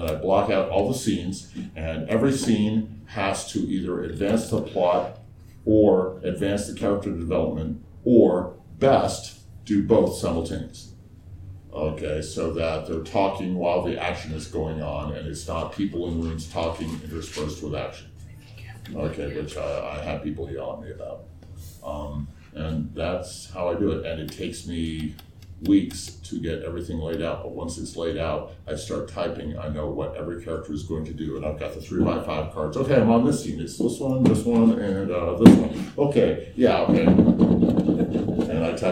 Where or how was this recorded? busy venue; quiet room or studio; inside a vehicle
busy venue